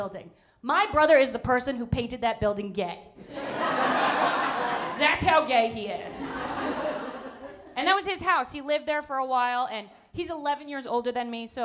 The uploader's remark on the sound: With A Live Audience